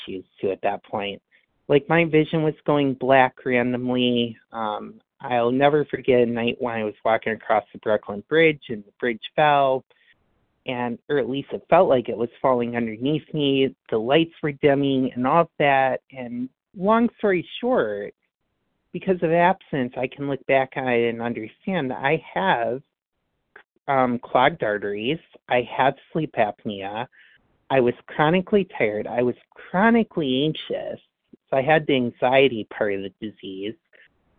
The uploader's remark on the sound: from the 100 Pounders Phone Meeting